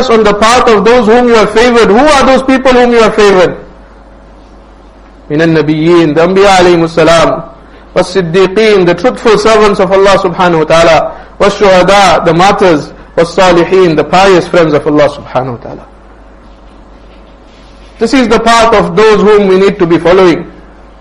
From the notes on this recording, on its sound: Jumuah lecture at Rockford Musalla